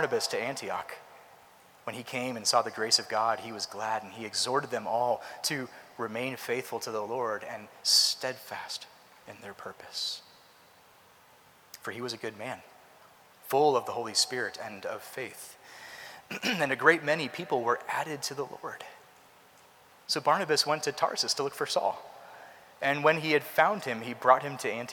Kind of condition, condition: setting, large echoing room